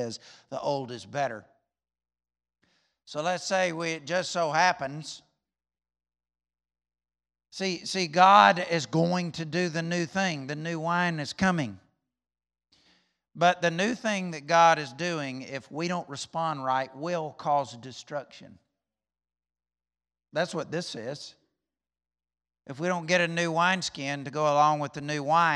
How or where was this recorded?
large echoing room